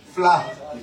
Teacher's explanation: They don't pronounce their T's in Dublin.